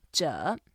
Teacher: it's a third tone, so you can go down first and then up.